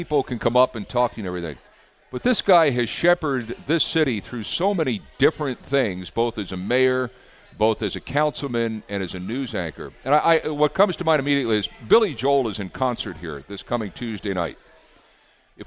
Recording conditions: busy venue